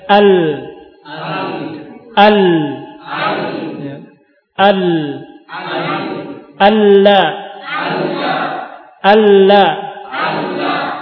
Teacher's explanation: Tepi lidah bagian depan sampai ke ujungnya dengan gusi yang sejajar dengannya. · Term: makhrajnya huruf lam